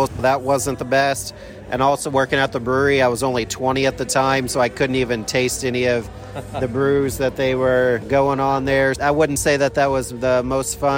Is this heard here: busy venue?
yes